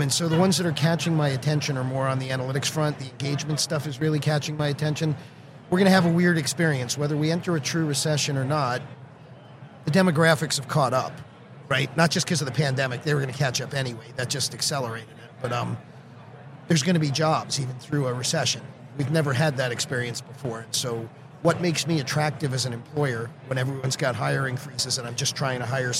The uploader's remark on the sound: Live at the HR tech 2022 conference